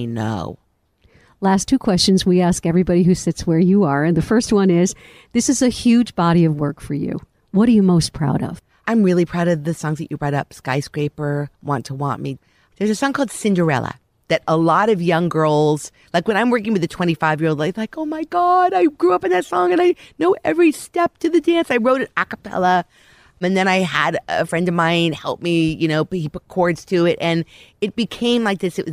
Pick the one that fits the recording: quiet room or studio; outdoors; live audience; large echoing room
outdoors